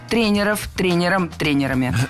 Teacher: Тренеров – это неверно. Слово «тренер» имеет неподвижное ударение на основе, поэтому сохраняем это ударение на первом слоге во всех формах.